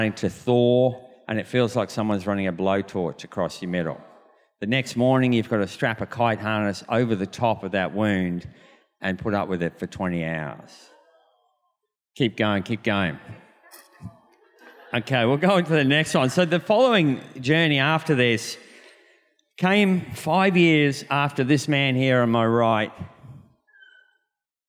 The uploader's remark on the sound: This was recorded in our 9am service on Sunday, the 20th of November 2022